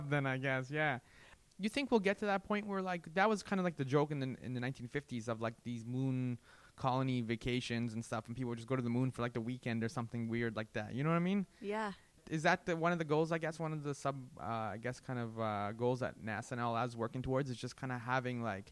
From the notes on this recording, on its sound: Recorded: Sunday April 23, 2017 11:30 am (EST) at FITC. Recorded: Sunday April 23, 2017 11:30 am (EST) at FITC.